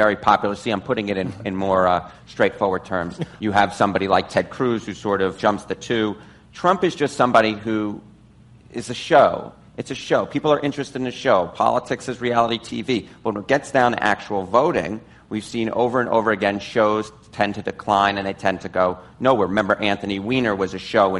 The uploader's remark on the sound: as part of an Advertising Week panel